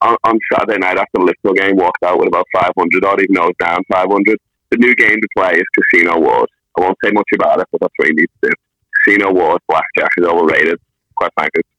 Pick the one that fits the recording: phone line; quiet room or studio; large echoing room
phone line